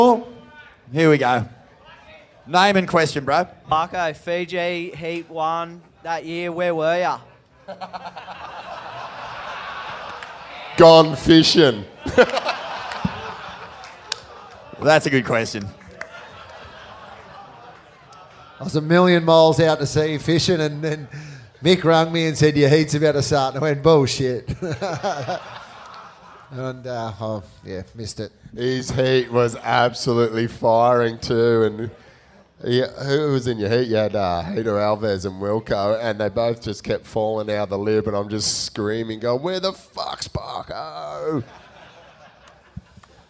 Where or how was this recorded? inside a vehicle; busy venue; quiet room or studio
busy venue